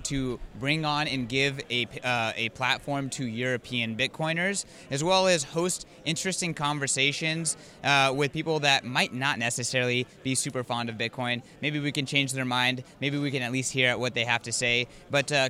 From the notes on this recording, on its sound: On location at Bitcoin Amsterdam!